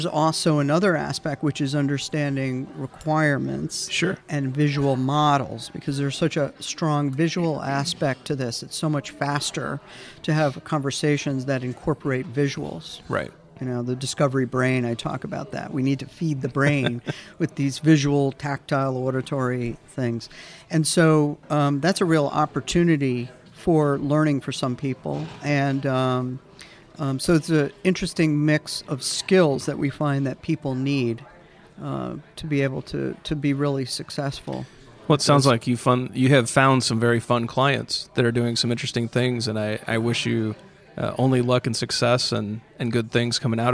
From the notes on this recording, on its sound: at The Path to Agility Conference